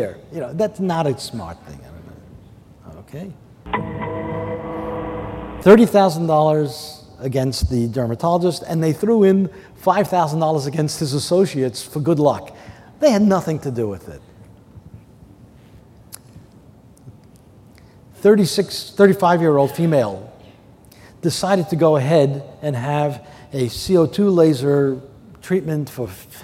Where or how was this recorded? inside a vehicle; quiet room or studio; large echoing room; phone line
large echoing room